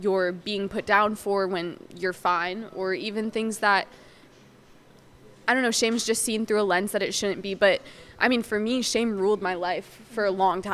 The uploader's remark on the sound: we recorded in a coffee shop, so you guys will hear some background noise for suuure.